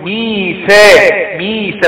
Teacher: فيهاش قلقلة، لكن الحرف طبعا القاف هو حرف مفخخ، قاف ميثاق، الميم والياء والثاء حروف استفال يعني ترقيق، تفتح فيها ايه الشفتين كده واللسان يبقى مستفل لتحت، فنقول ميثا ميثا، ما نقولش ميثا، يبقى نقول ميثا، كده